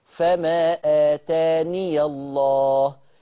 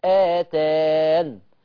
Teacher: لا اوعى، اوعى تحذف. لما تيجي توصل هترجع الياء لاصلها وتفتحها · Shown in: first take · فما اتاني الله، يعني اليه موجوده، الياء موجوده في الوصل. · Term: ثبوت الياء وصلا